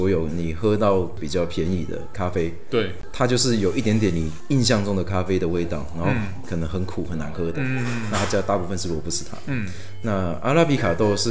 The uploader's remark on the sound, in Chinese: 本集白噪音指數：蚊風級 1/5。錄音地點： Kafemera - 卡菲米朗坊。